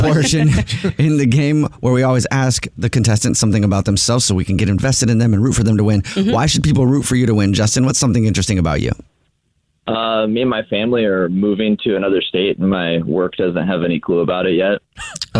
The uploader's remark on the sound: Set up his friend's wife in this Phone Prank.